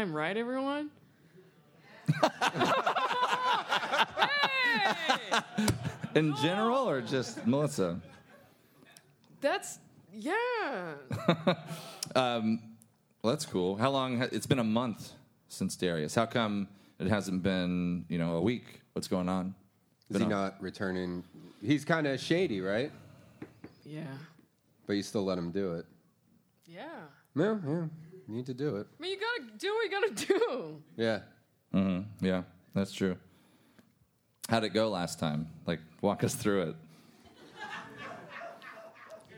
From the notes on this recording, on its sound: LIVE AT BRIDGETOWN